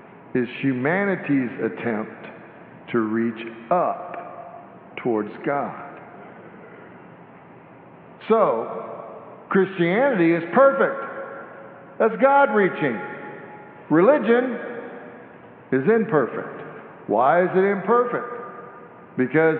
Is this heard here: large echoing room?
yes